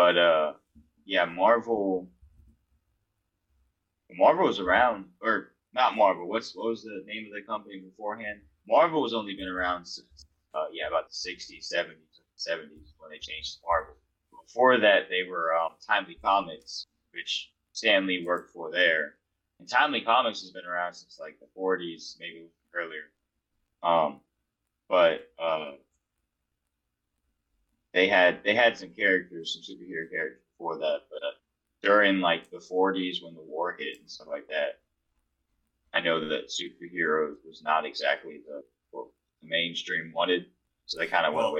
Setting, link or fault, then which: fault, poor sound quality